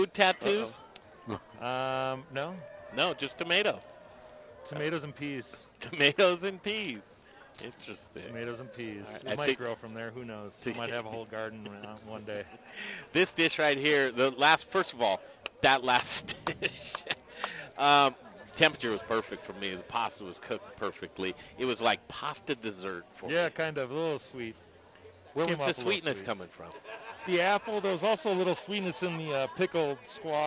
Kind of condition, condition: setting, busy venue